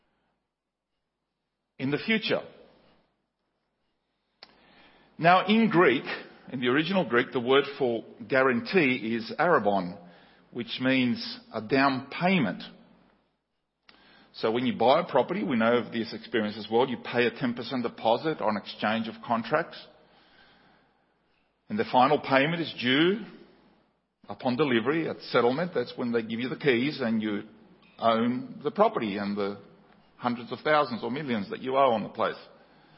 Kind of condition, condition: setting, large echoing room